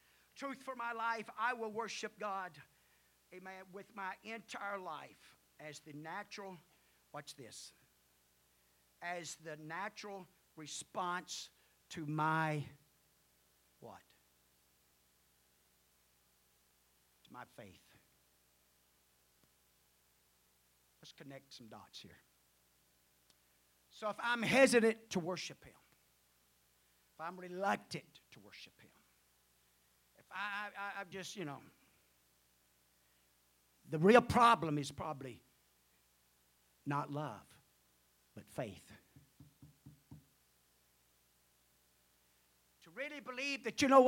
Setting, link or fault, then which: setting, large echoing room